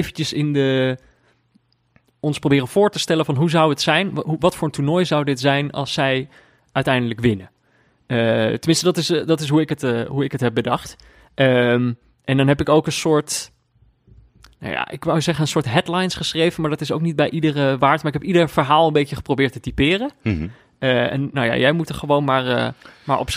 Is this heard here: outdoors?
no